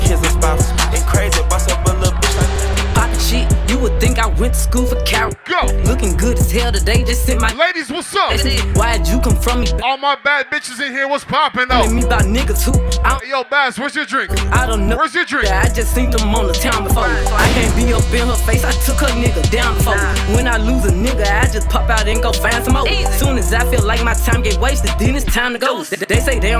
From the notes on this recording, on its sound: PDT - CALGARY - LIVE AUDIO (DIRTY). PDT NIGHT CLUB IN CALGARY ALBERTA.